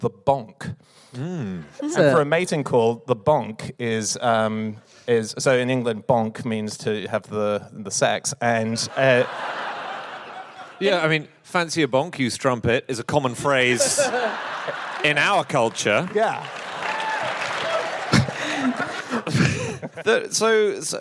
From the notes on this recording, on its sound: Live from New York